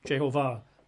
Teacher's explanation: Probably pronounced Jehovah, with the emphasis on the last syllable, Jehovah, rather than Jehovah.